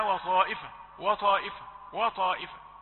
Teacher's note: عند كلمة وطائفة وطاء، واو رقيقة طاء مفخمة